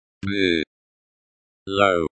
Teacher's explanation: The stress is on the first syllable.